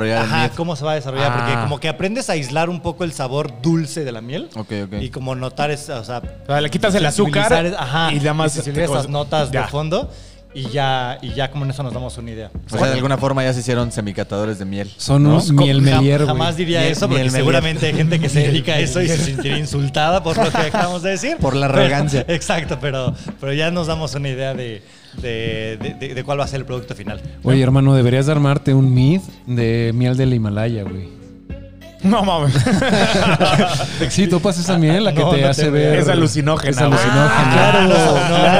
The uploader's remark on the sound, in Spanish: grabado fuera del estudio de DDLB; una vez más en el bar de nuestros buenos amigos